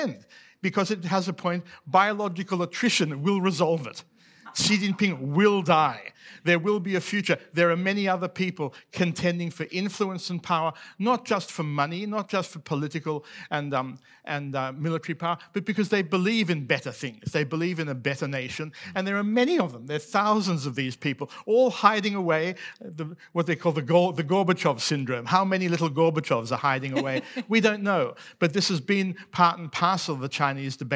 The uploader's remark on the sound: Came together at Antidote 2022. This talk was recorded live at the Sydney Opera House in September 2022.